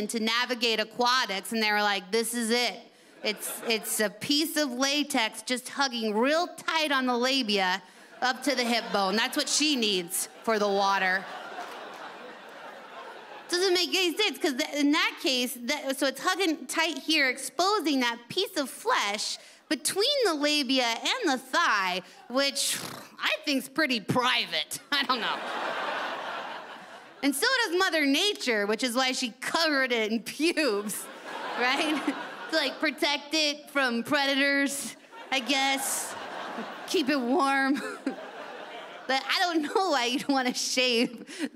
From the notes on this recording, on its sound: delivers at the Montreal Festival